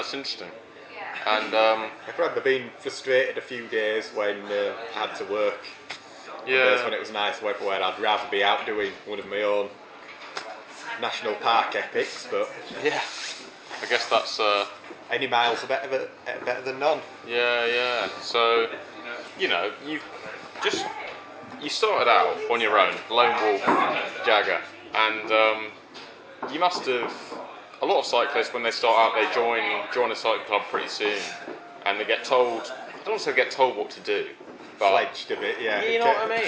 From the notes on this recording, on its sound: Apologies for any background cafe noise.